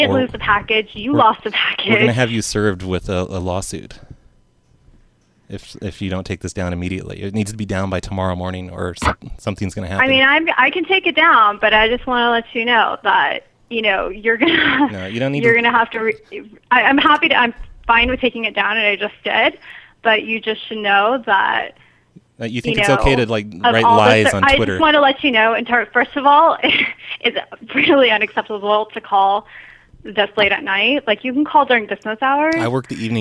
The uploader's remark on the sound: Prank Phone Calls